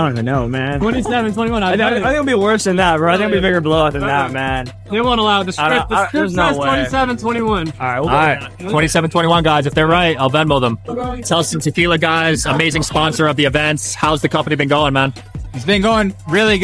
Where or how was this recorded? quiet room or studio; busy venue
busy venue